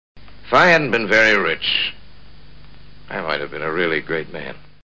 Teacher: Had not becomes hadn't. Also, if you listen closely to …, he faintly says have